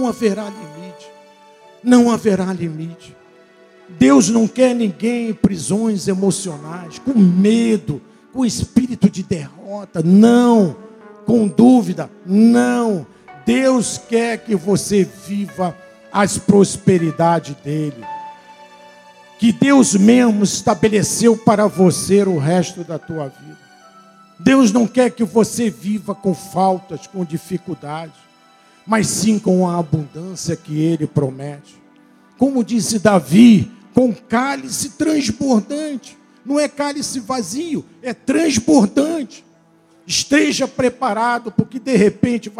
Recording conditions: large echoing room